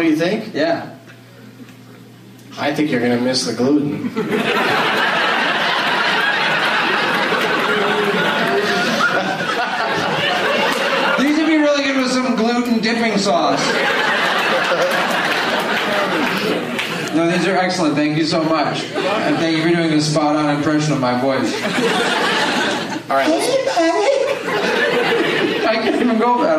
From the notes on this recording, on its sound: audience members at Wow Hall in Eugene, OR